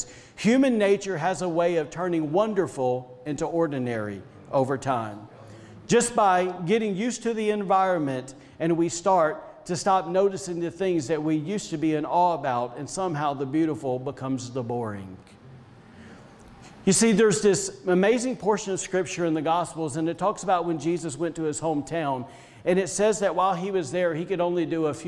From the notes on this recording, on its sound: was recorded on Sunday, May 23rd, 2021, during service at The Anchor Church in Rockport, Maine.